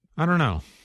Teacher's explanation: He also shortened the two words don't know into one when he said dunno.